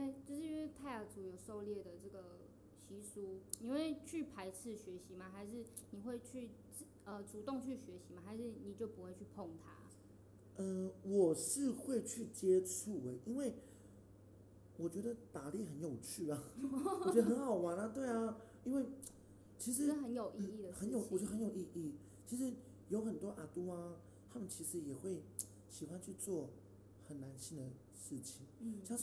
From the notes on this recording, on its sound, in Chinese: 音量上面會時而大聲時而小聲。整集也因為在開放空間錄製 聲音很小。